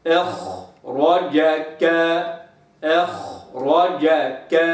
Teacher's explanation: تأتي الخاء ساكنة لابد أن تستكمل زمن رخاوتها · Term: الرخاوة